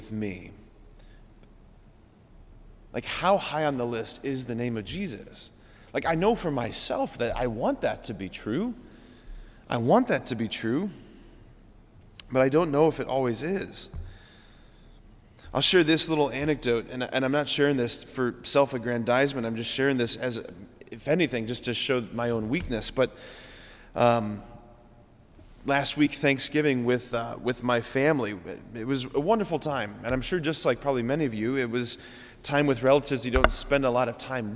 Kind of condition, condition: setting, large echoing room